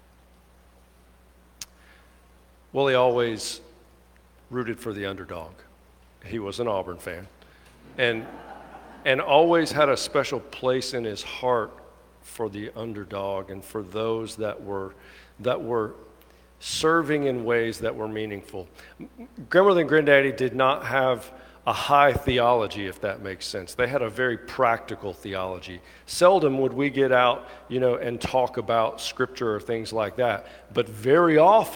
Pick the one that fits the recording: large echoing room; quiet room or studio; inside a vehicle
large echoing room